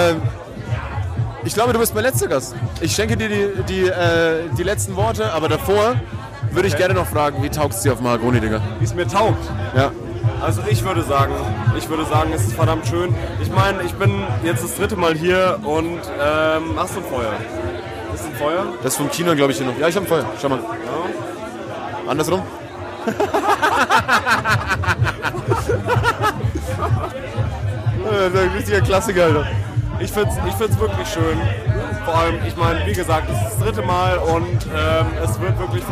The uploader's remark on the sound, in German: Direkt aus dem Herzen des malerischen Mahagoni Festivals, im Puls elektronischer Tanzmusik die leise im Hintergrund läuft während der Boden leicht vibriert. Von der Seite schiebt sich ein randvoller Bier-Trichter ins Bild, während die wundervoll bunten und empathischen Besucher dieses Festivals einen Einblick ins Festivalgeschehen bieten.